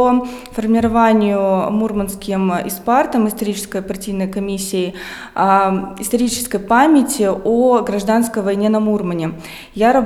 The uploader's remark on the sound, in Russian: Открытая запись подкаста в Музее истории города Колы. Этот выпуск был записан в рамках открытой записи подкаста "Три дома и церковь" 27 ноября 2021 года.